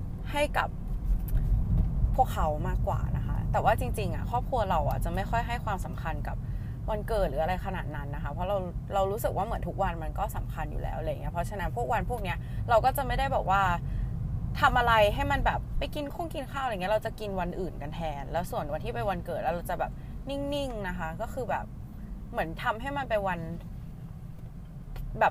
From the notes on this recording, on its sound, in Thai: นี้เสียงไม่ค่อยโอ 55555 คืออัดบนรถครั้งแรก แล้ว noise มันเยอะมาก. อัดสด no script.